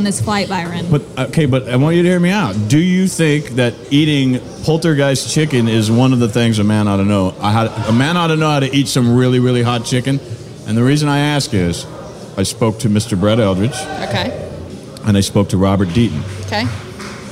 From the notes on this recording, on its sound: Recorded at Party Fowl in Nashville, TN